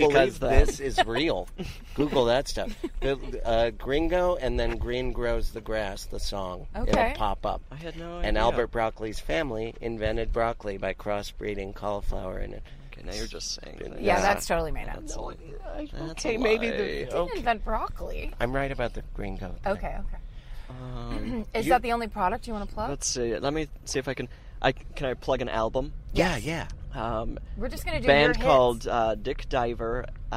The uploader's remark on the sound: In the Car